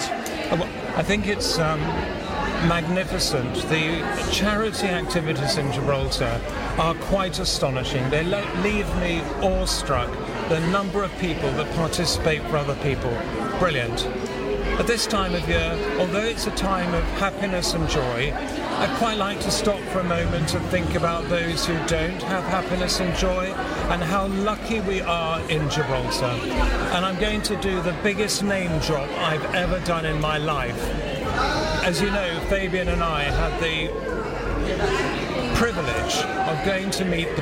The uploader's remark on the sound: On Location from the Convent Christmas Fair